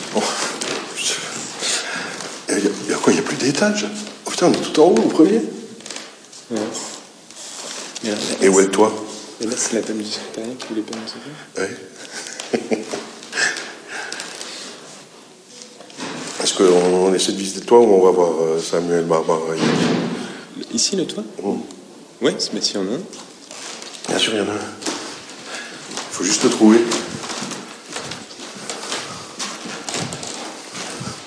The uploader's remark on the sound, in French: Plongée citoyenne dans le service architecture de la ville de Mulhouse (expérience sonore). Enregistré en avril 2016 du côté de la rue de Pfastatt. De la radio réalité de terrain.